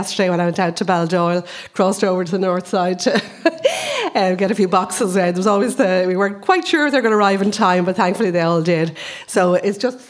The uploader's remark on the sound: Arlen House Book Launch. Recording from Friday 8 April; a bumper book launch celebrating the release of 5 new exciting titles from Arlen House.